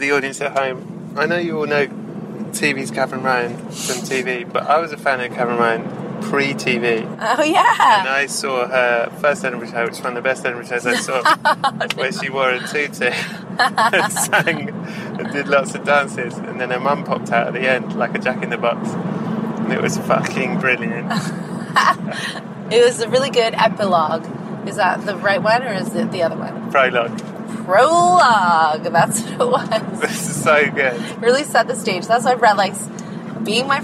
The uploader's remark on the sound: First thing’s first - mention must be made of the fact that this was recorded in a car. This is probably extremely apparent but just in case you’re curious as to why there’s a lot of very motor-sounding background noise, that’s what’s happening.